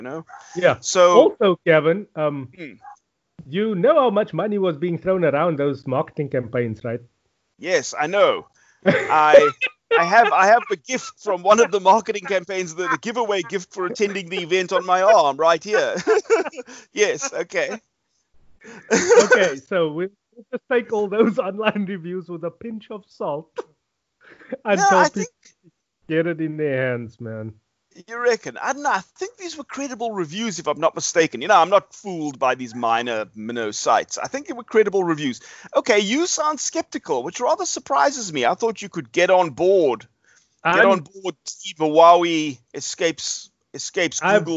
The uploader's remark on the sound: Recorded via Skype